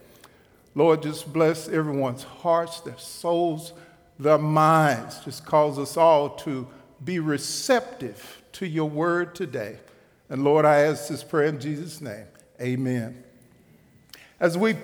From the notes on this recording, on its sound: Recorded live at The Fellowship at Two Rivers on July 28, 2019. TR campus.